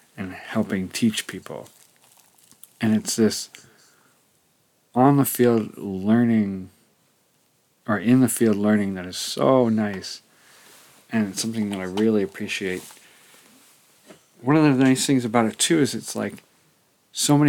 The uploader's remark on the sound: This episode is recording a trip down to Hawk Cliff. The structure is similar to old audiozines I used to make, describing in situ as well as voice overs to tell the story a little better and to give context to the audio.